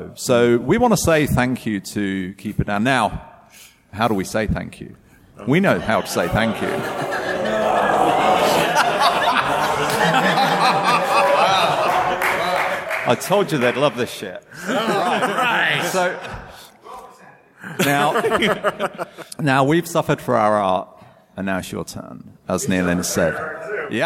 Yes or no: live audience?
yes